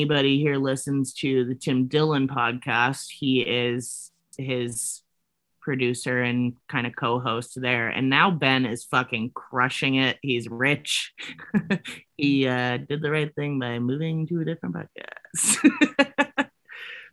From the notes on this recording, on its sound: Over Zoom, Sorry. We had to do this over Zoom so the sound sucks.